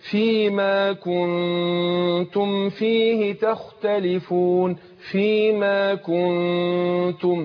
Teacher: يبقى أنا بخفي النون عند التاء مع الغنة حركتين · Term: الإخفاء